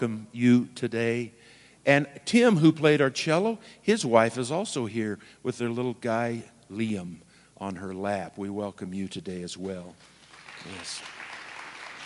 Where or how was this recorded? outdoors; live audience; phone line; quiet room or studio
live audience